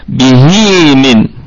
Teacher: أما وصلا طبعا فهي فيها مد صلة صغرى يمد بمقدار حركتين، يعني مثل المد الطبيعي، تمام، به من.